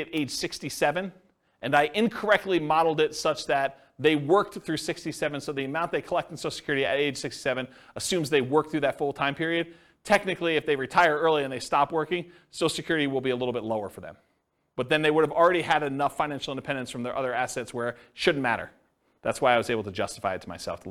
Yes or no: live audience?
yes